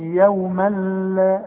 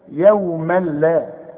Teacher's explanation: واتقوا يوما لا عندي تنوين، وبعد التنوين لا، واحنا قلنا اللام من حروف الادغام، واللام تبقى ادغام كامل ها بدون غنة · Shown in: second take · Term: ادغام كامل بدون غنة